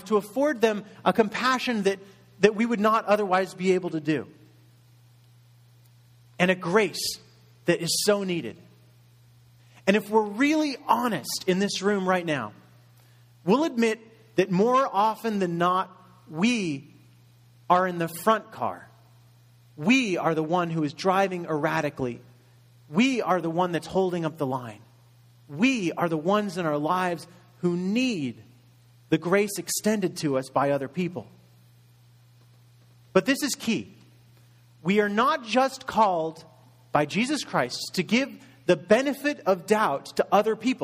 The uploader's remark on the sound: Message delivered in Contemporary Worship Service